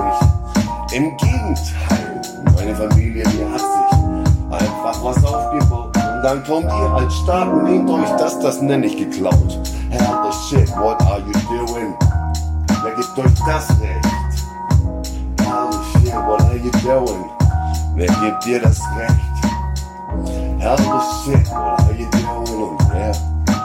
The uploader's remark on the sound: Freestyle session...Just beats and me. Quality is not best, because I only got beats from loudspeakers and record it with my mobile.